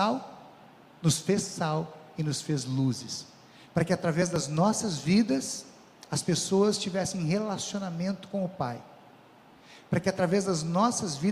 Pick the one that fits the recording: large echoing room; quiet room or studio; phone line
large echoing room